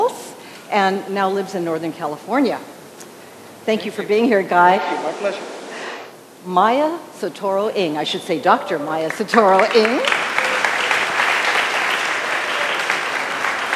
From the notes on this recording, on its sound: At the Kaka‘ako Agora in Honolulu, a panel